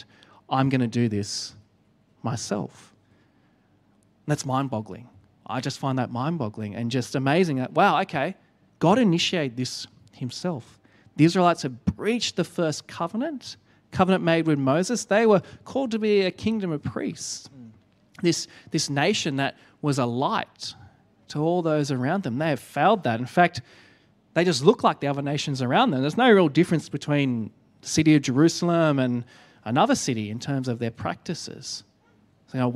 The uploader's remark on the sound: Enjoy the second of our two part live BANTER, recorded at the 10am Sunday Service.